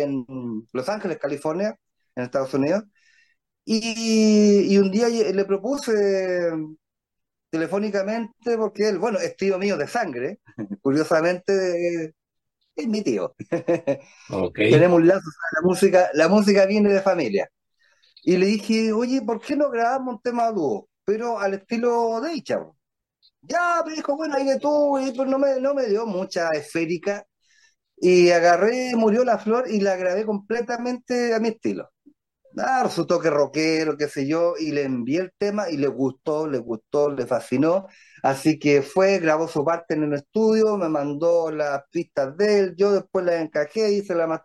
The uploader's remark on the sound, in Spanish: Charlamos via zoom